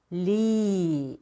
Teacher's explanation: 요 마지막 끝부분만 움직인다 생각을 하고 조음하시고요. 혀의 양옆으로 공기가 부드럽게 지나가면서 발음이 이렇게 흘러내리게 하는 게 좋아요.